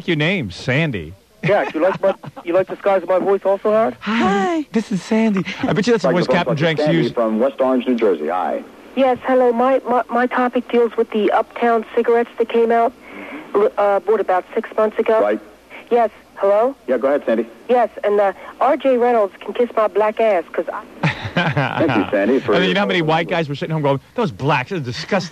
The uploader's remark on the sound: Prank Calls